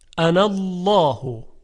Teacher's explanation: مثلا ببینید در کلمه انا، خب میدونید که انا به صورت انا نوشته میشه، یعنی آخرش الف هست. اگر این کلمه انا رو ما وصلش بکنیم به کلمات بعدی، الفش خونده نمیشه